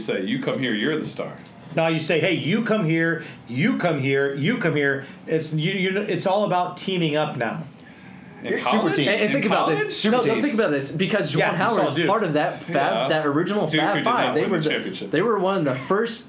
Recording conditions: busy venue